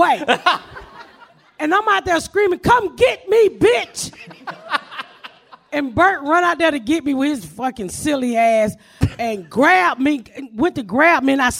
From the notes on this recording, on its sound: Live at Sketchfest. We are live in San Francisco at Sketchfest!